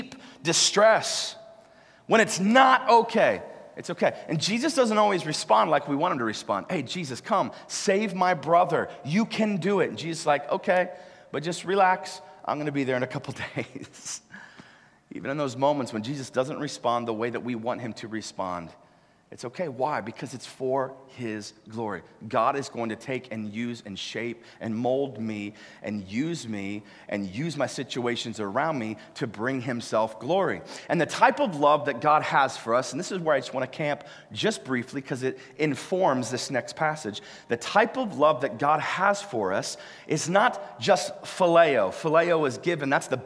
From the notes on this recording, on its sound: live from Covenant Church!